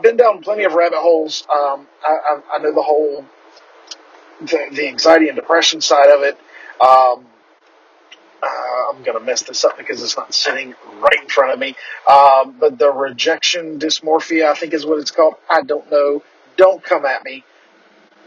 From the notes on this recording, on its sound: The audio isn't the greatest, but that'll be fixed soon.